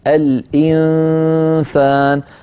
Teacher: لما تقول الإنسان كيف تنتقل من الهمزة إلى مخرج السين مع غنة من الأنف